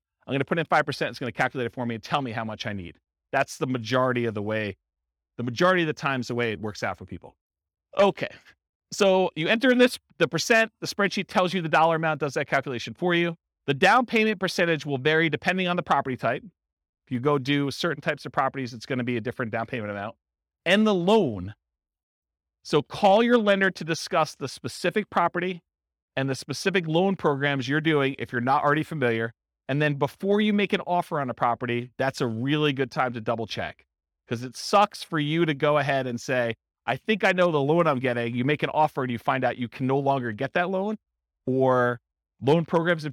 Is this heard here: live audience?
yes